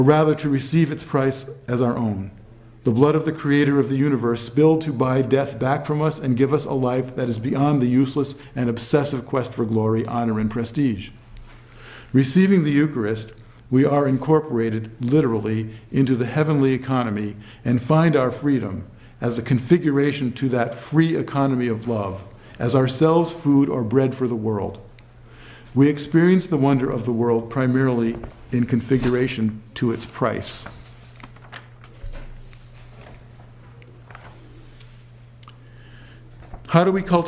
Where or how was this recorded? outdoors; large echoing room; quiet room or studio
large echoing room